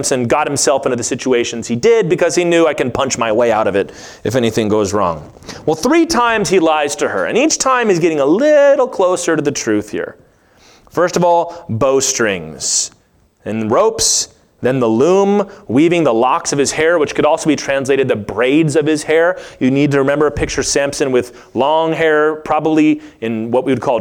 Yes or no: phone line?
no